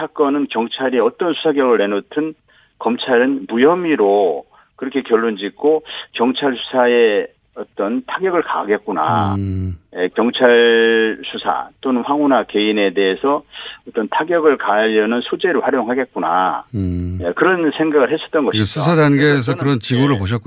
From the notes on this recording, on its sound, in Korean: 전화연결